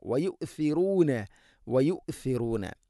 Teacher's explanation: ഥ ഉച്ചരിക്കുമ്പോഴും നാവിൻ്റെ അറ്റം അല്പം പുറത്തോട്ട്, മുൻപല്ലുകളുടെ ഇരുനിരകൾക്കിടയിലൂടെ അല്പം പുറത്തോട്ട്, ദാലിനേക്കാൾ കൂടുതൽ വരണം.